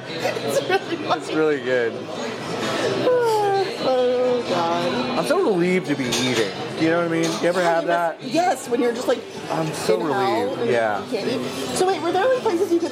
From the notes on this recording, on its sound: recorded an episode inside the Cheesecake Factory at The Grove in Los Angeles, California